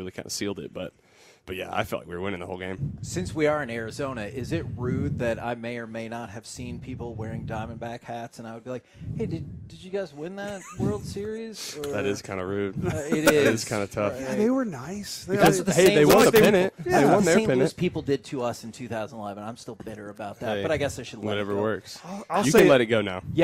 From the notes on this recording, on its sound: Joined the K&C Masterpiece live from spring training in Surprise.